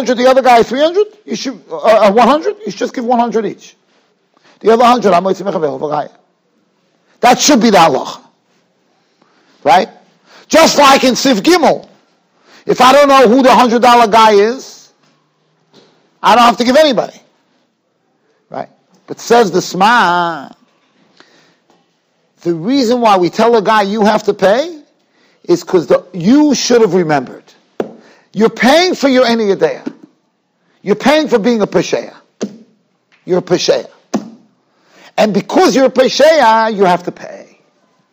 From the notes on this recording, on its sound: Shiur recorded in Yeshivas Ohr Reuven, Monsey, NY.